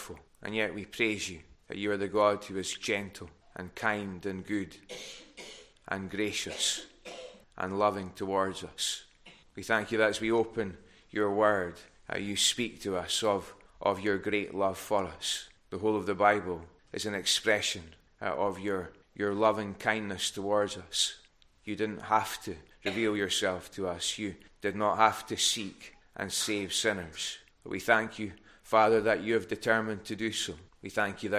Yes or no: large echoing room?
yes